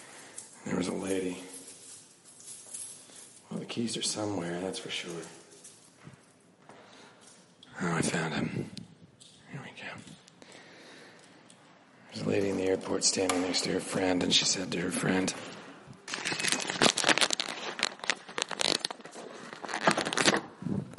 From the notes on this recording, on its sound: Recorded on the streets and in the buildings of Japan.